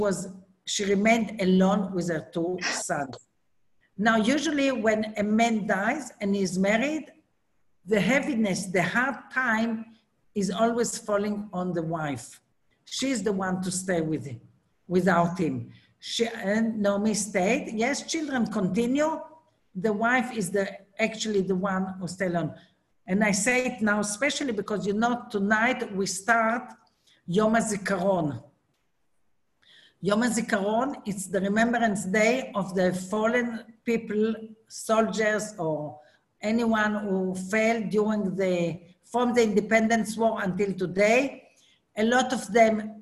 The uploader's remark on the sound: Zoom Class